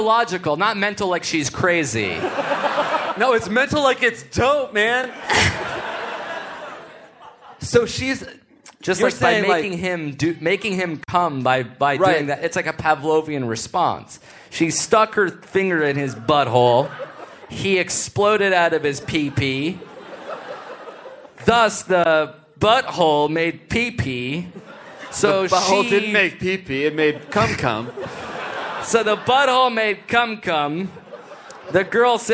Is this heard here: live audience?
yes